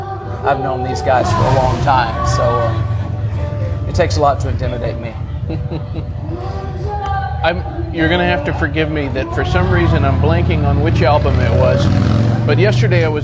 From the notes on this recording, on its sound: At the 18th annual John Jarrard Foundation concert at the Brenau University Front Lawn in Gainesville, Georgia. There's a lot of background noise, but you can understand the conversation.